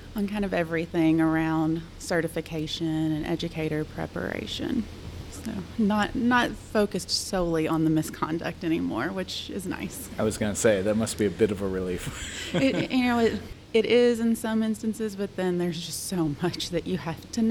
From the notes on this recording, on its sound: This interview is from a recent conference. Called Professional Practices Institute.